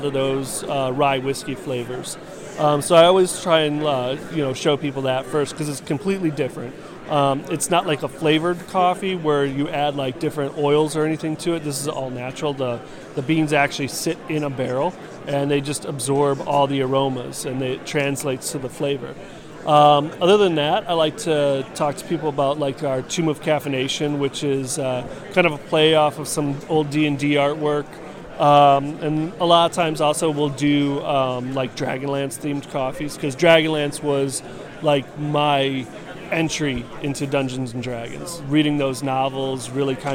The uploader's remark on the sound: Recorded onsite at the Grand Geneva Resort in Lake Geneva, Wisconsin. While walking the show floor. I landed at the booth Smugglers Coffee.